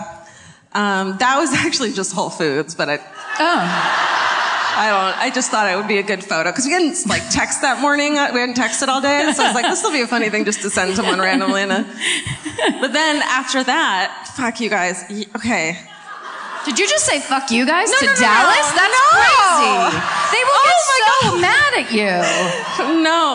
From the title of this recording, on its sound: Live At The Majestic Theatre in Dallas